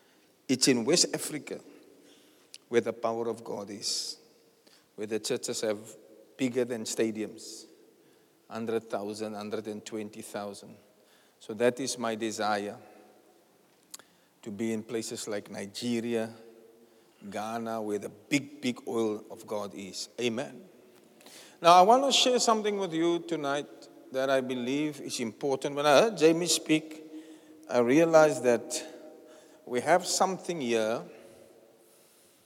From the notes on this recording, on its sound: Preached at the Zion Sanctuary, Cape Town on the 21st May 2023